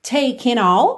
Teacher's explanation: taking all, juntou no N, leaving you, também juntou no N